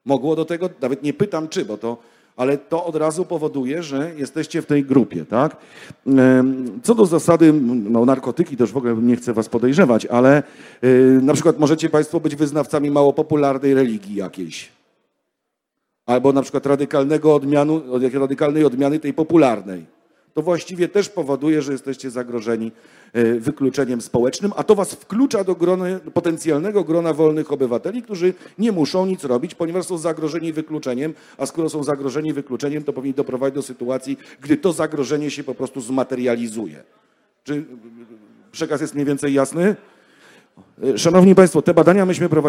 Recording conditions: live audience